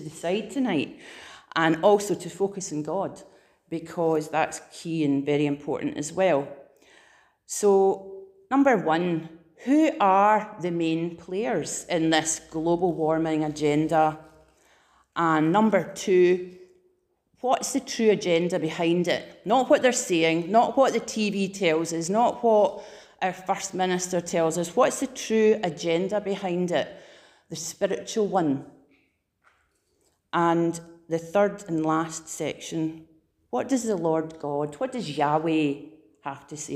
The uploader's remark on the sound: Preached at Living Fountain 31st October 2021